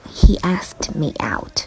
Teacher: outtogether。也是说出去玩儿的意思。就是说，he askedyou，哎呀，我觉得下一步。另外注意一下这个 asked 的发音哈。Asked，asked。He asked meout， he asked meout。就是不要吞音，又要读轻一点。因为它都是由轻辅音组成的，所以，嗯，读的时候呢，宁愿稍微慢一点。He asked meout。然后要注意这个 out，这个原因呢，双元音要把它发得稍微饱满一些，强调这个 out